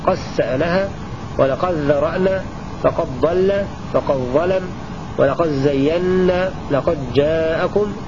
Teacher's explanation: أبو عمرو وحمزة والكسائي بإدغام دال قد في كل الأحرف الثمانية بلا خلاف